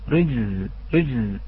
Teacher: نلاحظ في البعض يدغم الجيم في الزاي، رجز رجز بهذه الطريقة، فعلينا أن نوضح هذا رجز رجز بهذه الطريقة.